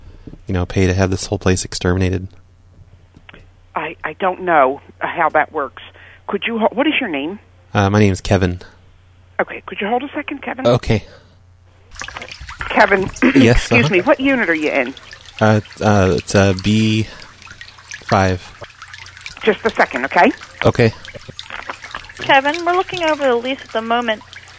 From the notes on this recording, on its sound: Prank Phone Calls